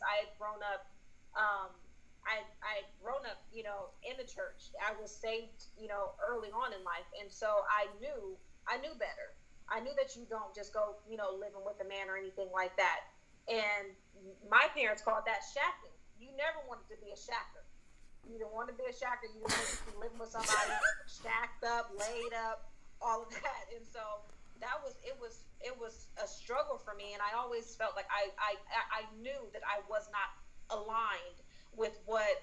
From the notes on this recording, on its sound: In this episode we hold a phone conversation with our two best friends